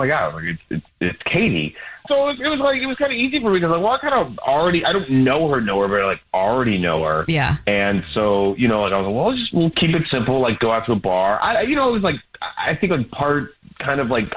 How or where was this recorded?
phone line